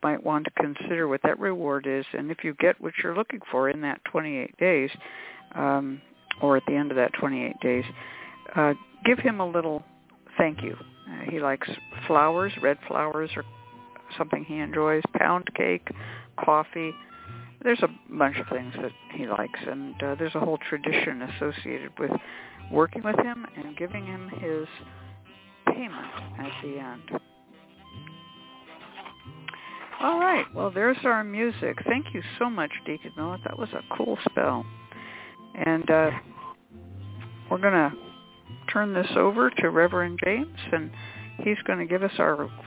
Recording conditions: phone line